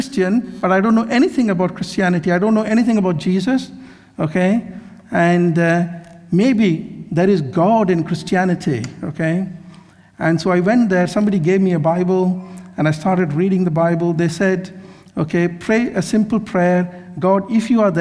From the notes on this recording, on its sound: This sermon was recorded on Sunday 30th July 2023 at our Great Denham venue.